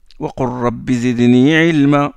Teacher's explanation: On rentre le lam qui porte le sukun à l'intérieur du ra. Et on oublie le lam. · Term: insertion de la lettre lam